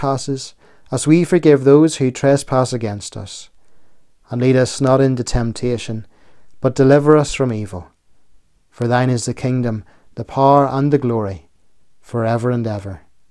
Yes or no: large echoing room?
yes